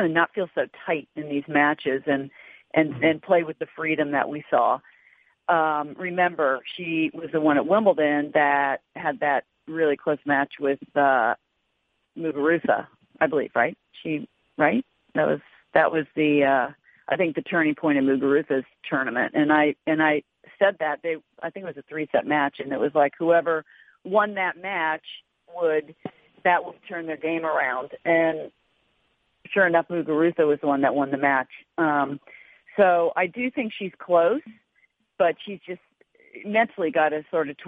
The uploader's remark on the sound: U.S. Open Conference Call